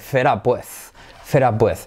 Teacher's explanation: Cuando unimos fed con up, esa D, al ir seguida y precedida de vocal, se convierte en una R suave